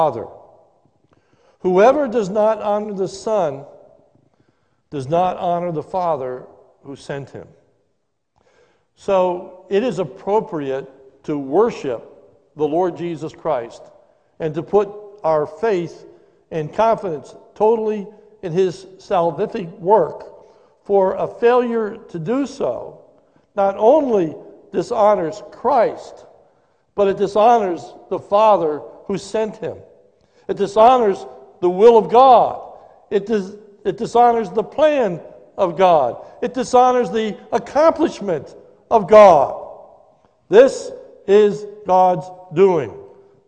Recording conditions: large echoing room